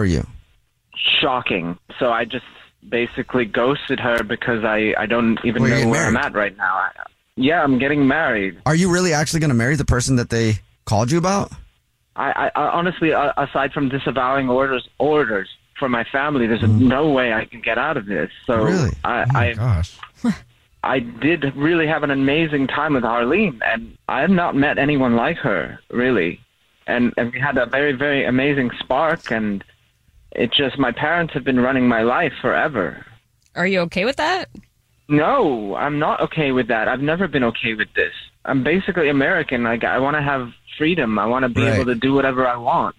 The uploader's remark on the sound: We get that other person on the phone. One listener on the phone is not getting a call back.